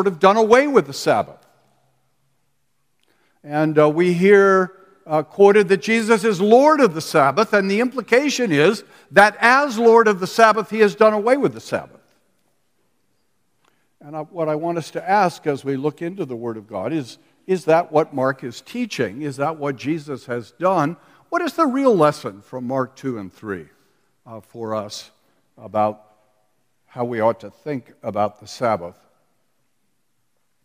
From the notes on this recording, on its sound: we listen in on the conferences sessions from the Reformation Boise Conference last weekend!